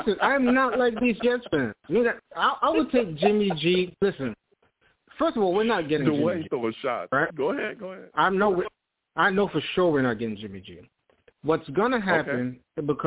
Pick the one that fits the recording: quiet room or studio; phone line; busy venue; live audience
phone line